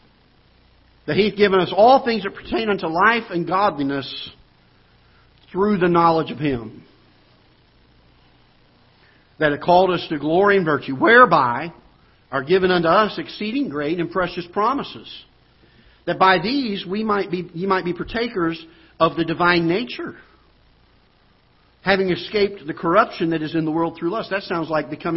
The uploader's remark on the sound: Ketha Heights Baptist Church ~ Live Broadcast